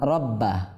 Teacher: রব হরফে কলকালা মুশাদ্দাদ হয়েছে, এই জন্য এটাকে জমাইতে হবে, দৃঢ় করতে হবে